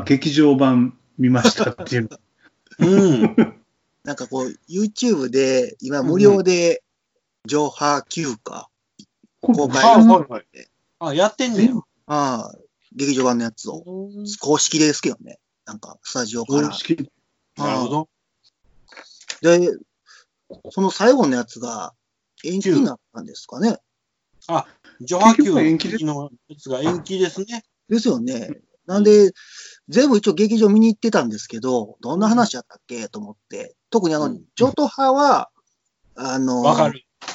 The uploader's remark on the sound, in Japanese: 自粛期間中のオンライン飲み会を収録してみました。酔っ払いのダダ喋り。